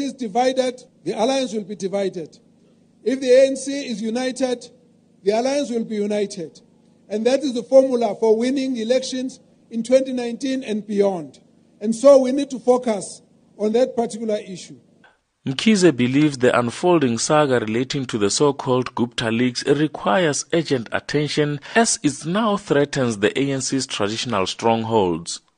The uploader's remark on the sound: He was speaking at the OR Tambo memorial lecture in Katlehong east of johannesburg.